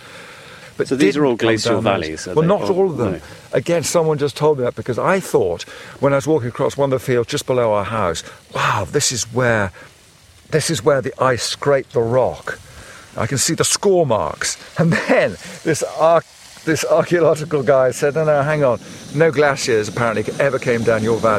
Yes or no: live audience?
no